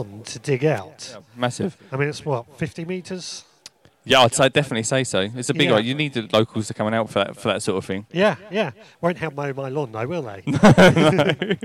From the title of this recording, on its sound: Recorded live from the maze garden